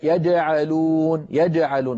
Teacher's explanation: فتسمع صوتا مخلوطا فيه جيم وفيه دال